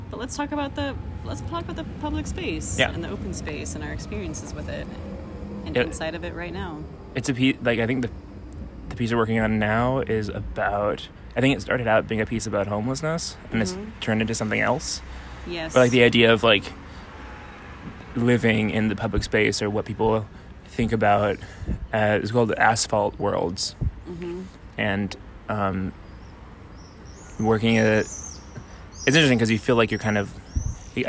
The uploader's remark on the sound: Sift through the field recordings, reverb, and background tram sounds to find your space!